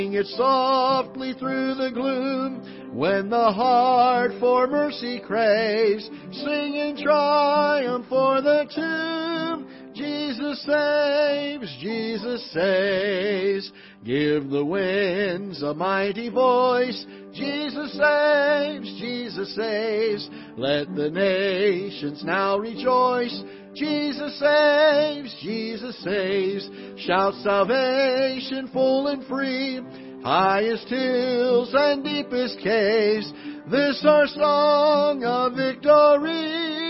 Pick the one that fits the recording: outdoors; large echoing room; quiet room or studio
large echoing room